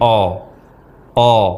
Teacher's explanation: mengucapkan huruf hamzah dengan tafkhim, yakni suaranya tebal sehingga berbunyi o, o. Seharusnya terucap a, a, bukan o.